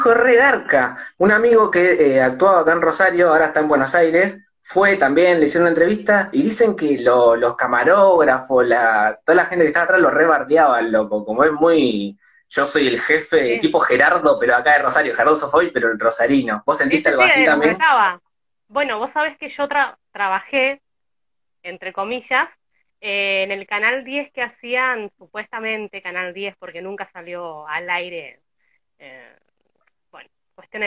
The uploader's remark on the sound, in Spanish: Fue realizado en directo por Instagram